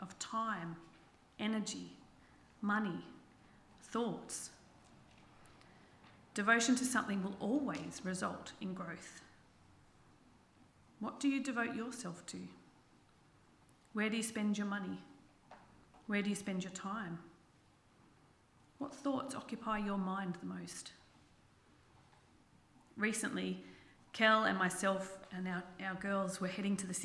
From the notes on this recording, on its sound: This sermon was preached on the 26/09/23 at Helensburgh and Stanwell Park Anglican Church.